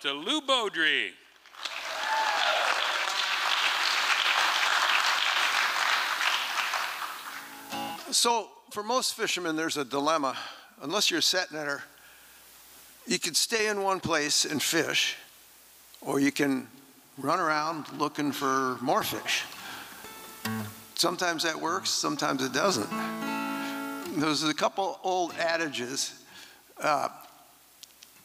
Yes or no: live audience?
yes